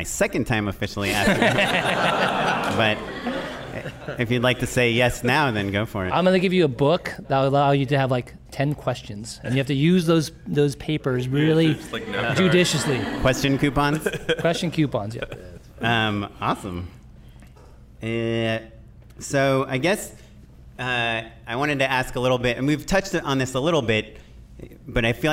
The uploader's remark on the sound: We're doing it LIVE! A live recording in front of a packed audience of Just Shoot It Listeners.